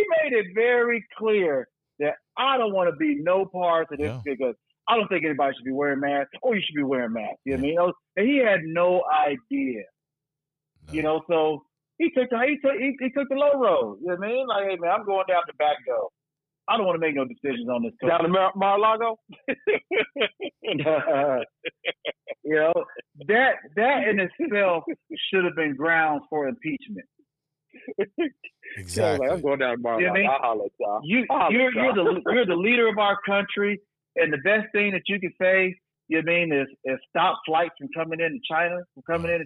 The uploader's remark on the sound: called into the show for this episode.